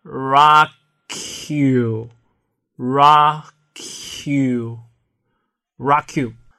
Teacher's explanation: rock 的最后一个音是 k, you 的第一个音是 y,在连读的时候 k 和 y 怼到一起变成了 k,于是两个词连读后就变成了 rock you, rock you, rockyou。所以啥叫连读啊？连读就是把两个词儿之间挨着的音怼到一起，怼成一个新的混合的音。这个绝对不是什么难事儿啊，我敢说绝大多数同学在今天之前都能说一口标准的带连读的 rockyou。但是你为啥分辨不出其他的连读呢？因为连读的种类有很